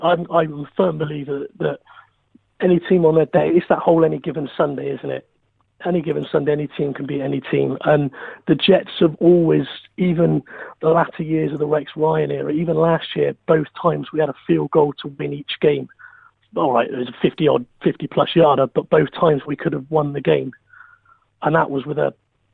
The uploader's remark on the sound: We invite the fans to get involved for our first phone in of the season! We take calls.